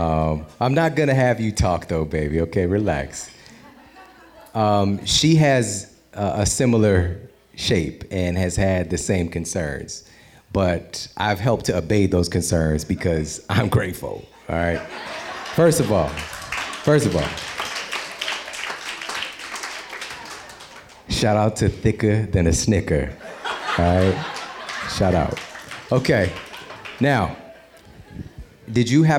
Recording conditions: live audience